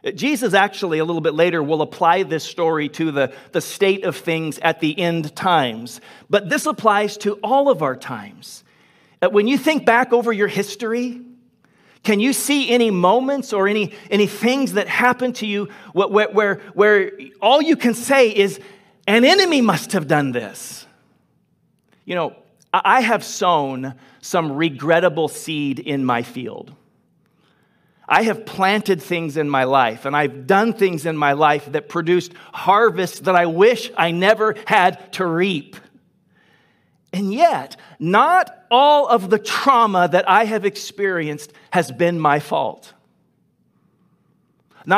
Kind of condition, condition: setting, large echoing room